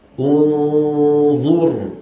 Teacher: عند الهمزة نضم الشفتين عند النون المخفى نعود إلى الوضع الطبيعي عند الضاء نعود فنضم مرة أخرى هكذا انظر ولا تقولوا انظر لا تترك الشفتين مضمومتين أثناء الإخفاء · عند الضاء نعود فنضم مرة أخرى هكذا انظر ولا تقولوا انظر لا تترك الشفتين مضمومتين أثناء الإخفاء لأنك تنطق نون ساكنة